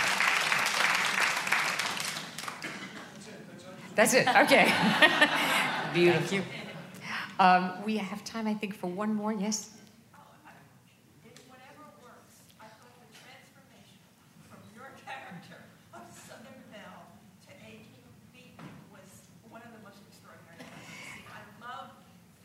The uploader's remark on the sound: 92Y Talks. Recorded on August 18, 2015 at New York's 92nd Street Y.